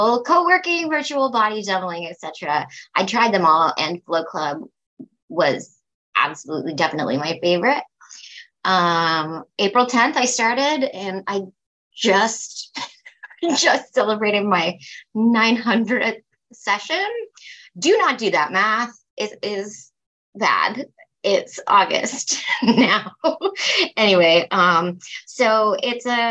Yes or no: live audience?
no